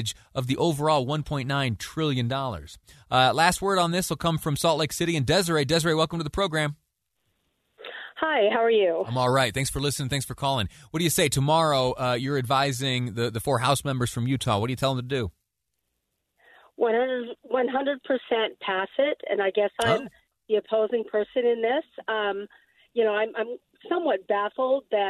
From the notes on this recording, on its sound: Listeners call in to talk about their opinion on the new package.